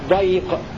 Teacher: وقرأ الباقون بفتح الضاد في الموضعين مع إسكان الياء